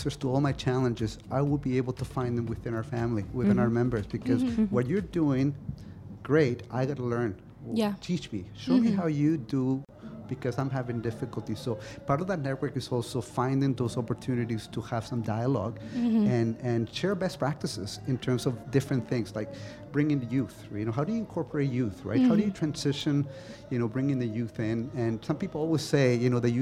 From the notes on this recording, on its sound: Live from SHD 2023